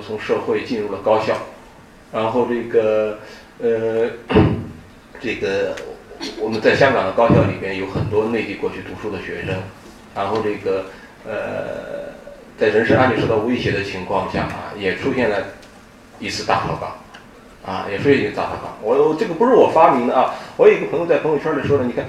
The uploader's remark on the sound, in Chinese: 本系列音频是由“复兴论坛”系列讲座录音整理而成